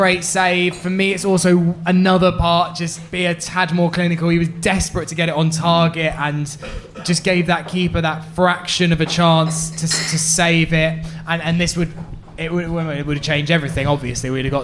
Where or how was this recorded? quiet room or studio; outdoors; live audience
live audience